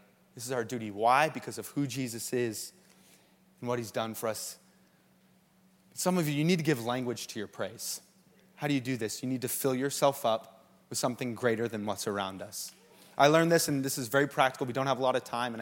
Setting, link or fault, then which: setting, large echoing room